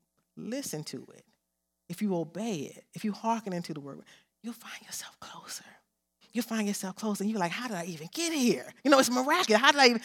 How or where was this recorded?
large echoing room